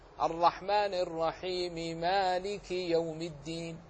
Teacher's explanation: عندما تقرأ الرحمن الرحيم مالك يوم الدين بالوصل نطقت بميمين، الأولى منهما مكسورة والثانية مفتوحة، الرحمن الرحيم مالك يوم الدين، هكذا تنطق نطقا صحيحا.